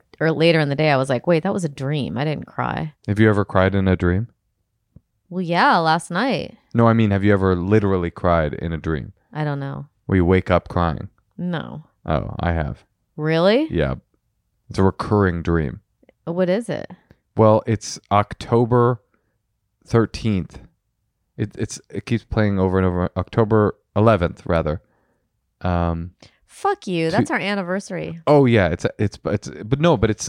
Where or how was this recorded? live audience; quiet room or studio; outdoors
quiet room or studio